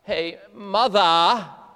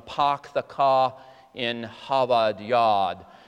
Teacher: this is a real born in Boston individual, knows how to drop those R's. In fact, there are more typical Bostonian shibboleths, you know, park the car in Harvard Yard, where you drop them all.